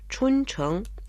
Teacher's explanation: Чун означает «весна», произносится в первом тоне, а Чэнг – это город, произносится во втором тоне.